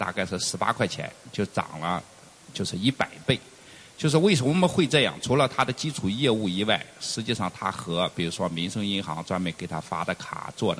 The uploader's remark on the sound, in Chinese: 中國股權投資大會錄音。